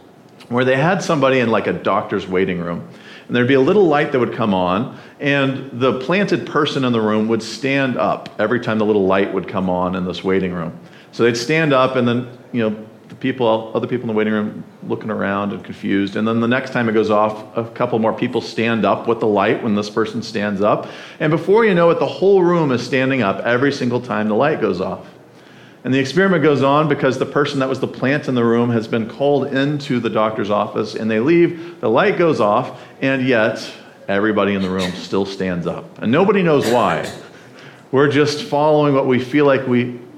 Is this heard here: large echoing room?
yes